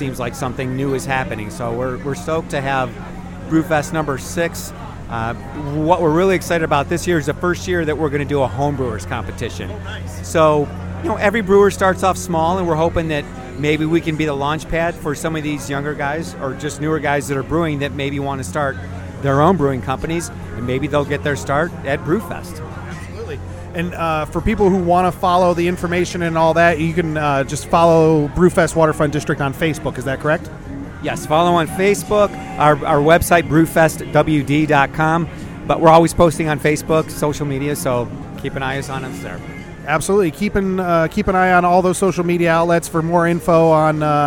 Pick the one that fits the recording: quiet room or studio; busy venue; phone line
busy venue